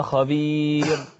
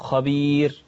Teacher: تفخيم الراء المتطرفة التي قبلها ياء · Shown in: first take · بس متطرفة دي يعني يقولون آخر الكلام.